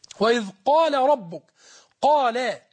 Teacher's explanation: لابد أن تراعي ترقيق اللام في قال وتفخيم القاف.